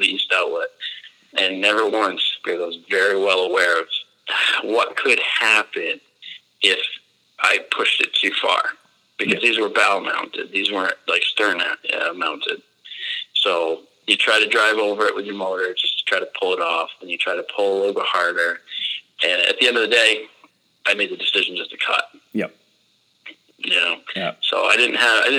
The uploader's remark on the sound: Due to COVID, this was the first interview that I've done over the phone and not in person, and needless to say the sound quality came out very good.